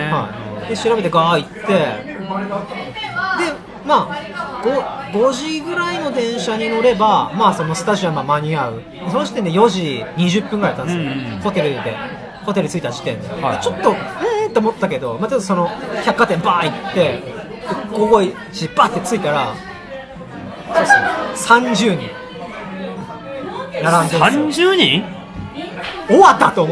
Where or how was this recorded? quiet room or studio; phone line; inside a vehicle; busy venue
busy venue